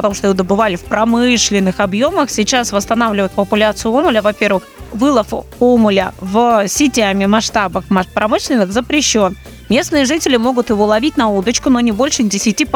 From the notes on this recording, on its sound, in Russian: Записано в Максимихе на берегу Байкала в полевых условиях в начале марта 2023 года.